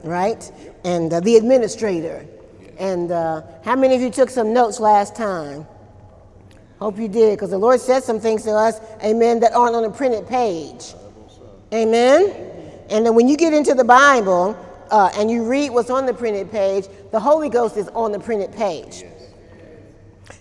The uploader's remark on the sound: During Wednesday night service on August 15, 2018